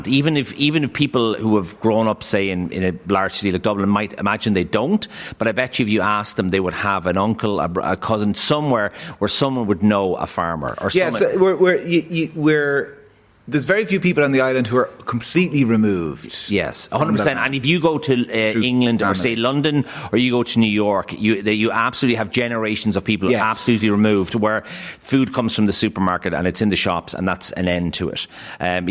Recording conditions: busy venue